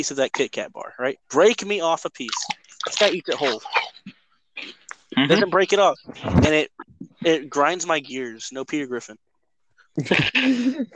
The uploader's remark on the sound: Audio might be a little bad